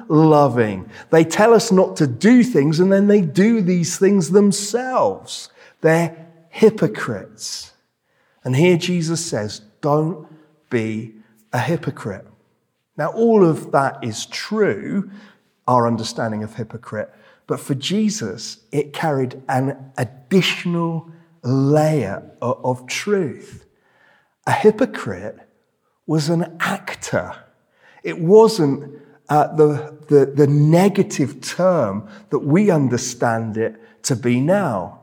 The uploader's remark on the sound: This sermon was preached at Welcome Baptist Church on Sunday 19th March 2023.